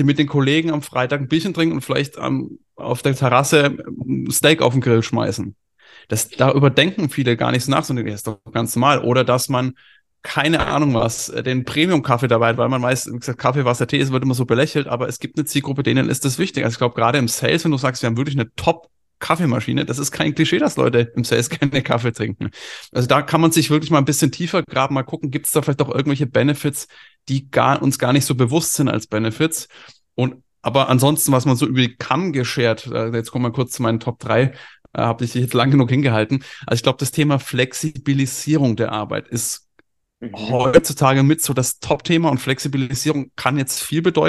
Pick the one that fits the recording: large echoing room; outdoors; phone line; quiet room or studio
quiet room or studio